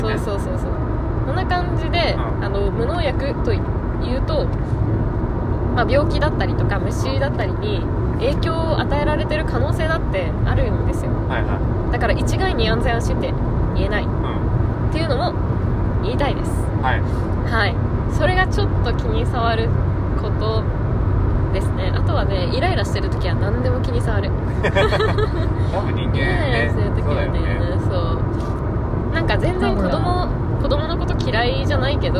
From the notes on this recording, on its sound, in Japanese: 車の中で収録してます！騒音うるさいかも！ごめんなさい！